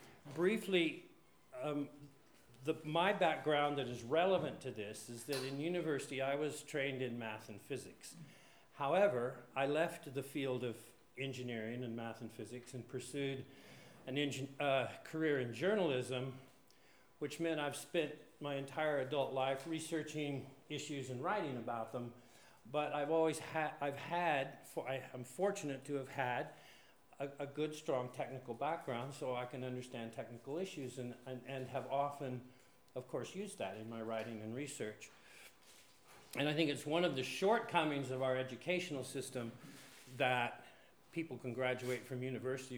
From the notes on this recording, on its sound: One of the lunchtime lectures at Cortes Island's Folk University. This session was recorded and broadcast over Cortes Radio in the regular Cortes Currents slot.